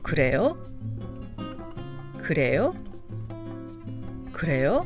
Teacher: In the form of a question, 그래요, which is marked with the rising intonation